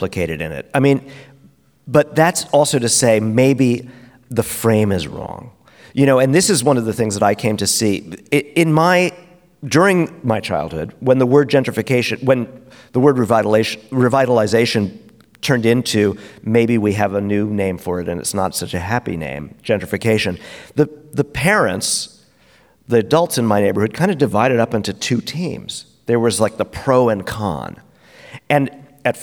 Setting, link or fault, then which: setting, live audience